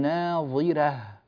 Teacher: ناظرة الراء هنا مفتوحة قبلها ظاء مكسورة فرققنا ناظرة